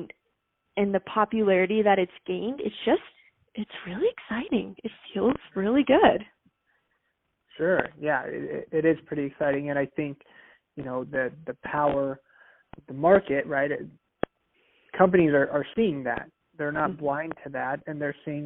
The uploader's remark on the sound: Phone Audio